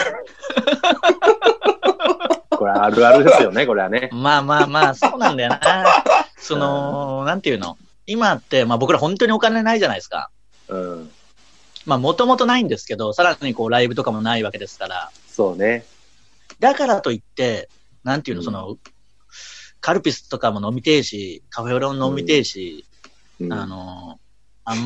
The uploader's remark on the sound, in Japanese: 今夜も2度目のリモート配信